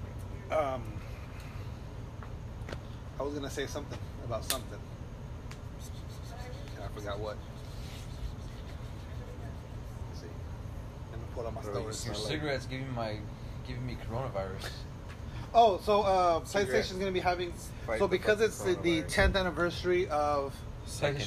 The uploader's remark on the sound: HEADPHONE WARNING!!